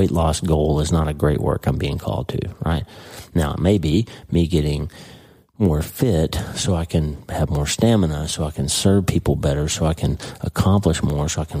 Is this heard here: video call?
no